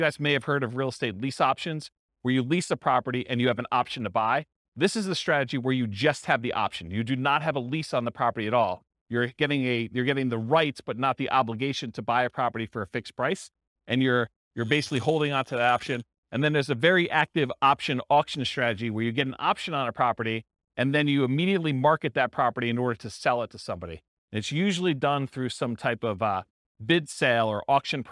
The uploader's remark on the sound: This was a live class recorded